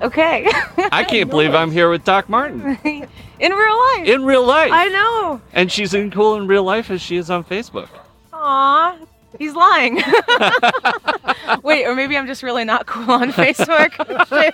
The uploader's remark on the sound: This was recorded live on Silver Lake. We also got dozens of calls from listeners who wanted to share congratulations and fishy jokes.